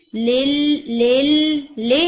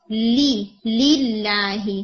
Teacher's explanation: پھر اسی طرح سے آپ نے کسرہ کے اوپر پریکٹس کرنی ہے، تھوڑی آپ کی کسرہ بھی ویک ہے، جیسے سبح للہ، تو لل نہیں لی، للہ، یعنی تھوڑا ٹنگ کو نا پش کریں نیچے کی طرف، ایون لوور جا کو بھی تھوڑا سا نیچے پش کریں، اور آپ کی ساؤنڈ جو ہے وہ ای آنی چاہیے، اے نہیں · Shown in: second take · ٹھیک ہے، لل لل لے نہیں، لی للہ.